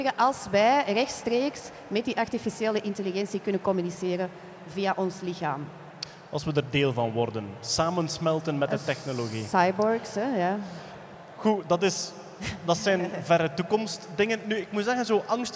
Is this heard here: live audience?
yes